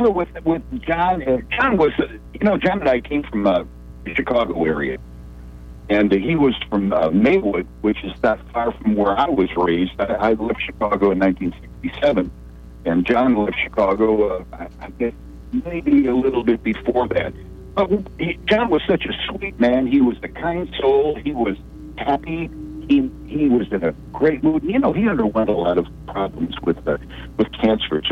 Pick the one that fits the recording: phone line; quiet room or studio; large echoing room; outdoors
phone line